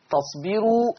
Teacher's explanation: ترقيق الراء، والسبب ليه الراء مرققة يا ورش؟ لأن الراء مضمومة وقبلها حرف مكسور